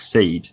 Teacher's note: a word like seed in standard English might be pronounced something like seed with a slightly more diphthongized vowel